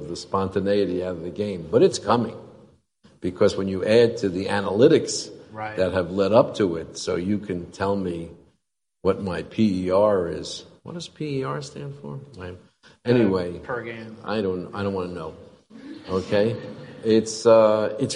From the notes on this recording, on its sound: in front of a studio audience